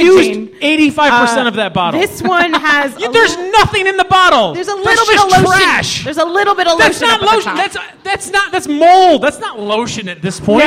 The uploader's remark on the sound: Live at The Hungry Brain. The Hungry Brain for venue. Chicago for city.